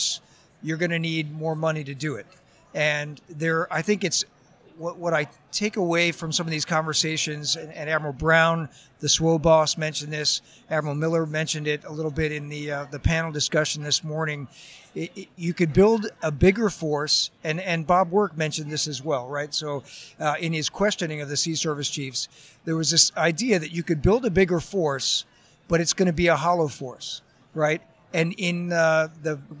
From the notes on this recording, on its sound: Review the action live from #WEST2020 in San Diego.